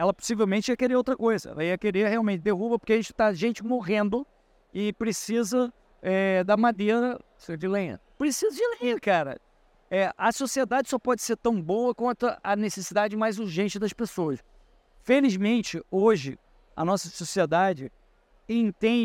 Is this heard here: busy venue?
yes